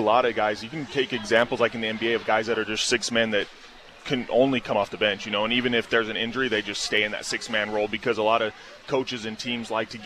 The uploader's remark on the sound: broadcast live from Beehive Grill.